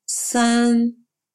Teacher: похожи на русский «с», только немного напряженнее.